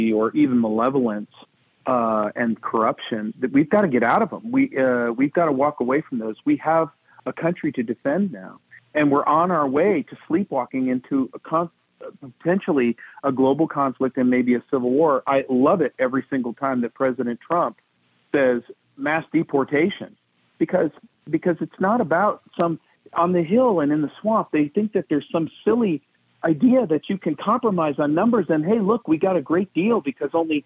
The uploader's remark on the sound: we take your calls in open phones across America